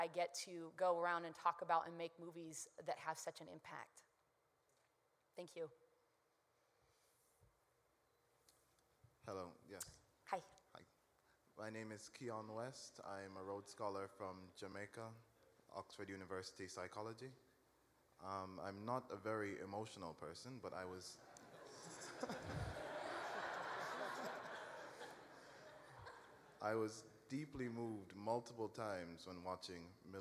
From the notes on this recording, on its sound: recorded at the 2007 International Achievement Summit in Washington, D.C.